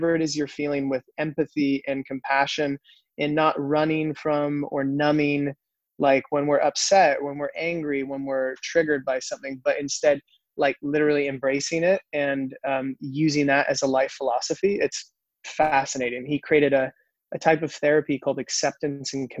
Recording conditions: video call